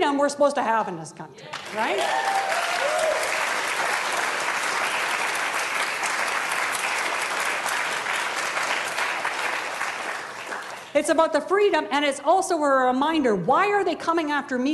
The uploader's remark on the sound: This episode presents a keynote talk. From Social Justice Week 2013.